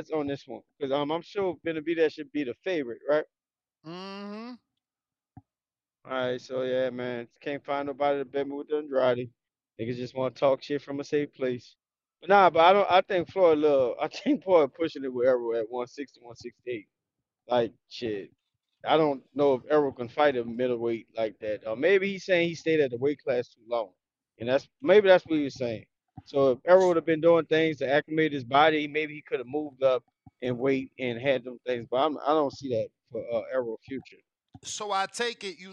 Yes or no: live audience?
no